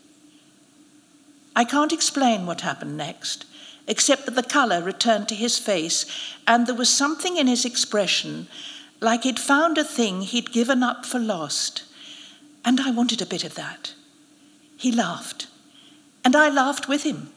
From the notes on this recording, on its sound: narrated at a special live event